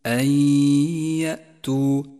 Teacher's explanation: جاءت النون الساكنة وبعدها حرف الياء، وهو حرف إدغام بغنة، والواجب هنا أن نسقط النون الساكنة من اللفظ وأن نقف على حرف الياء بغنة زمنها حركتان · Term: الإدغام بغنة